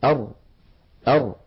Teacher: ميل في صوت الحرف عند النطق به بسبب اعتراض اللسان طريق الصوت أثناء خروجه، ميل في الصوت أثناء خروجه بسبب اعتراض اللسان. · Term: الانحراف